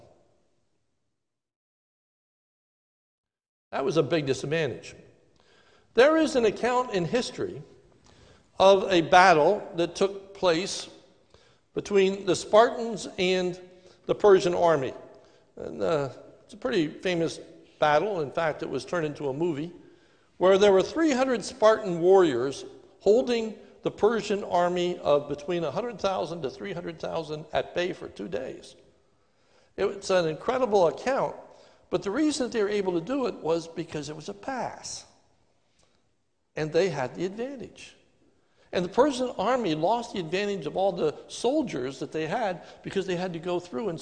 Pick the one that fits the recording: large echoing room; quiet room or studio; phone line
large echoing room